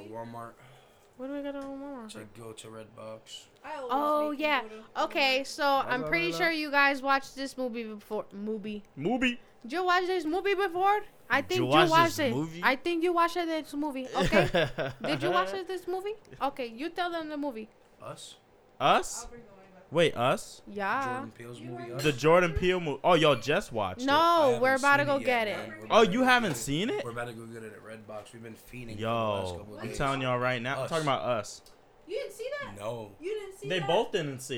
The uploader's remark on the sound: This episode is a complete mess. People turning away from the mic, people jumping in talking, and partying in the background.